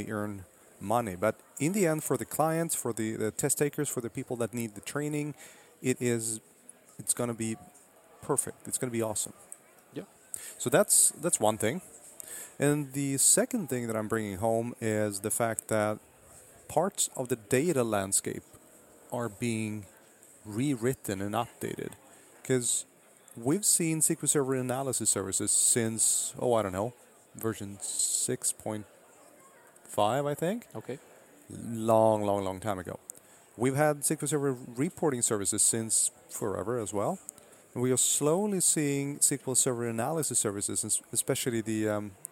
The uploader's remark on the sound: In the sixth and final episode recorded at Microsoft Ignite in Orlando.